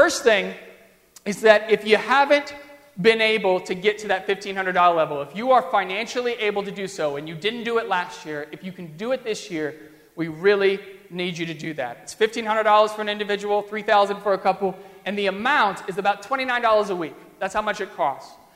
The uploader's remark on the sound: During the Crossroads service (9:30 am) on Sunday, November 1, 2015, at First Presbyterian Church of Arlington Heights, Illinois.